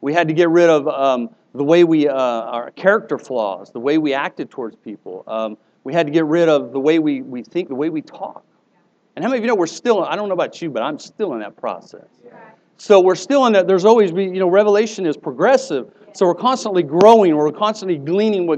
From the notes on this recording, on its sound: Here is an older message I preached at a church service on Praise.